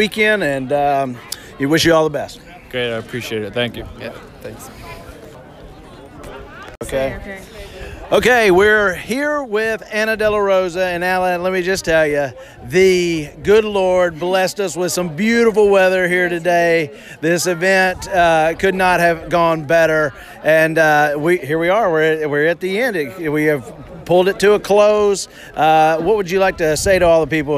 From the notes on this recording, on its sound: Tons of folks showed up to Houston High